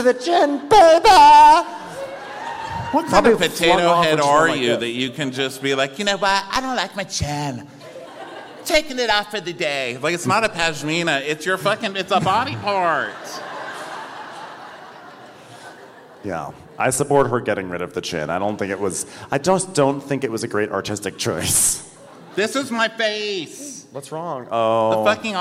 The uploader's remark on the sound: Live From Atlanta. We're kicking off the premiere with a live show in Atlanta.